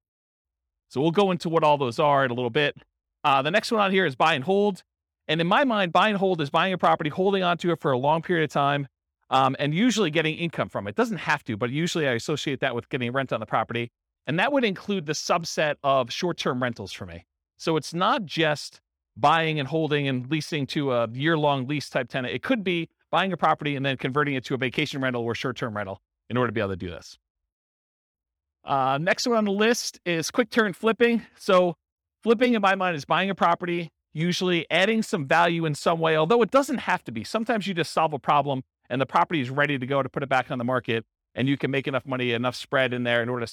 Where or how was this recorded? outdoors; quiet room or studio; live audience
live audience